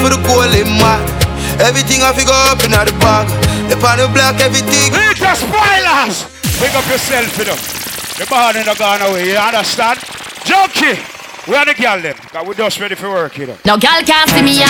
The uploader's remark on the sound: BIRTHDAY BASH TRUST VS LOYALTY 6.18.21 LIVE AUDIO